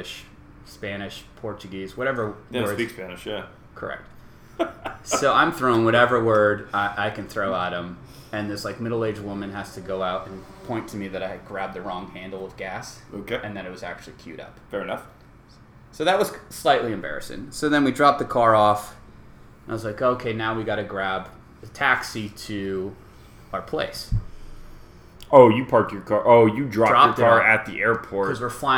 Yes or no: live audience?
no